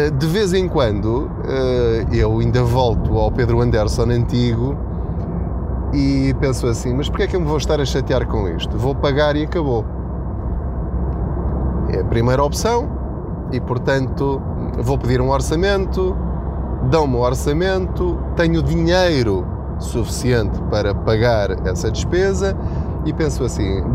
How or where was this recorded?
inside a vehicle